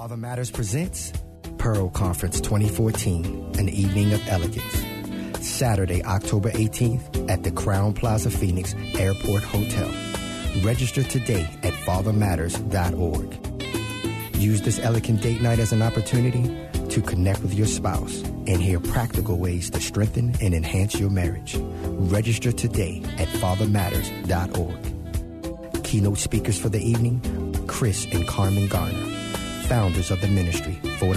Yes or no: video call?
no